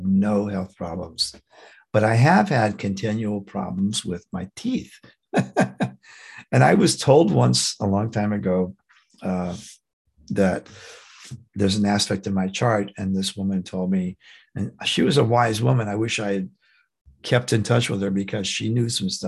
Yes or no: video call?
yes